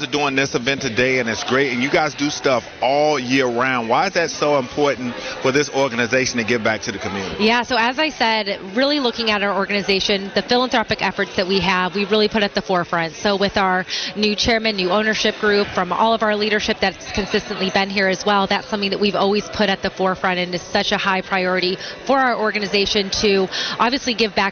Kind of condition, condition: setting, busy venue